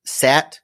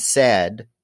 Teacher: the following consonants, the T and the D, affect what they call the length of that vowel. And what you're saying is that in some languages, those the length of that vowel can actually make a difference in a word. · Term: vowel length